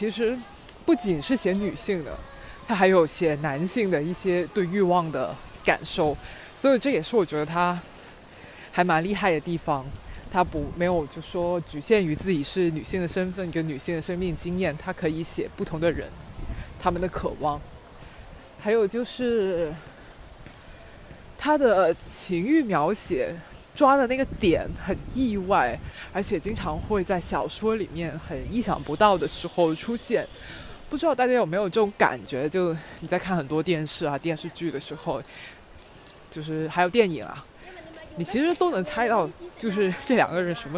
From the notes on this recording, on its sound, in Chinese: 这是一期户外录音的节目～～你们喜欢我一边散步一边聊吗？